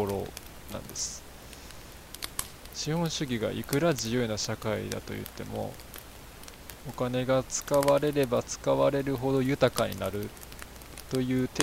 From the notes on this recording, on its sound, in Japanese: 使い始めるのは#4からなので#3まではこの音質で我慢。